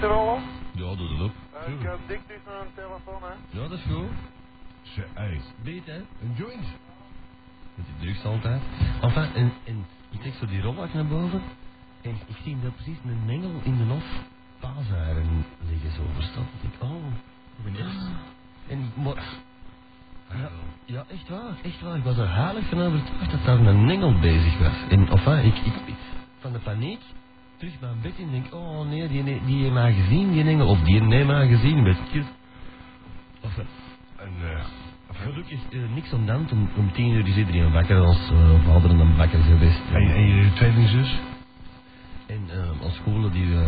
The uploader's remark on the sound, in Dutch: De bron van deze opname is een CASSETTE. De audio kwaliteit is vermoedelijk: SLECHT tot NORMAAL.